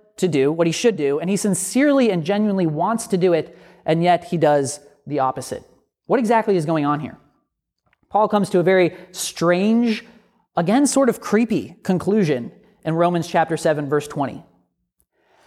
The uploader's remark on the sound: A sermon from Grifton United Methodist Church